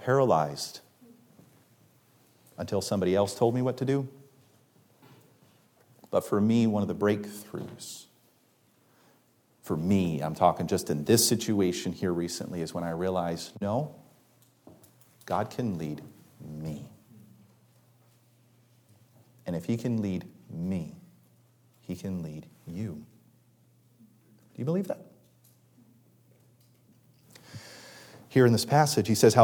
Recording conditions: large echoing room